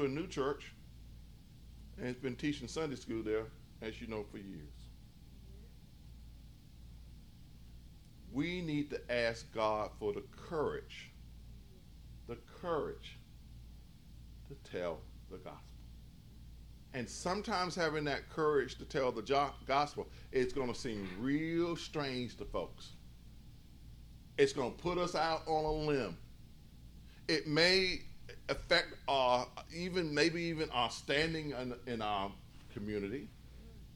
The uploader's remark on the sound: In a sermon recorded live at New Bethel.